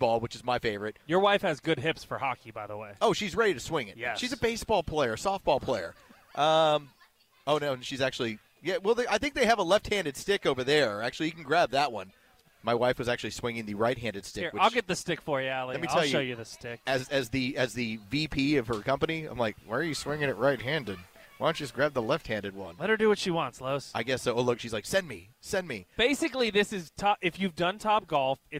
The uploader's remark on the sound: LIVE from Good Game in The Battery.